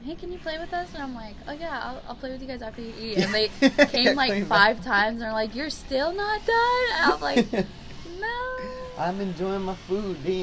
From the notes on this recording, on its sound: Super loud outside noise… we are really sorry